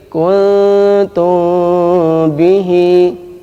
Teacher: Nah, dibaca ikhfa itu maka disamarkan, mimnya disamarkan. Ketika mengucapkan mim ketemu dengan ba itu disamarkan. Kuntum. Oleh karena itu dua bibir ini dikasih sedikit benggangan sehingga tidak di bibir itu tidak ditempelkan secara kuat, akan tetapi sedikit ada benggangan, ada rongga sedikit.